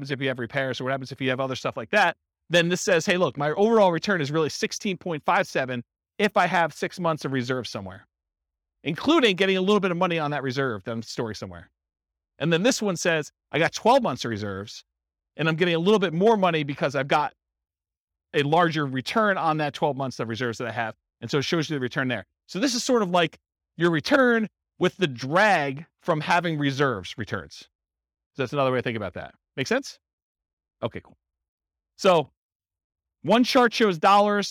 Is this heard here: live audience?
yes